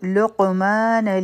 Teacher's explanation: په قاف باندې سکون ده قلقلا به کو